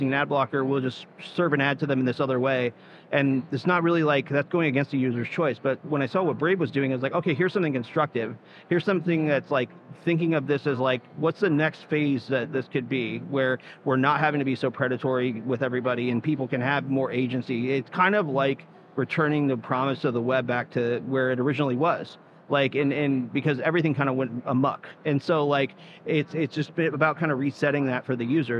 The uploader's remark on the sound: Live from Consensus 2023